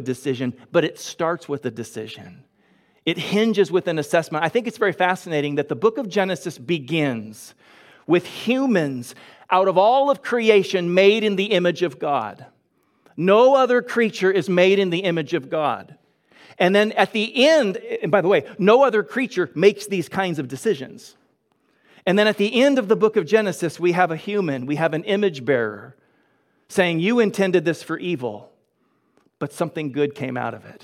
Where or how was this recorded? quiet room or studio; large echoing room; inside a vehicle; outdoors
large echoing room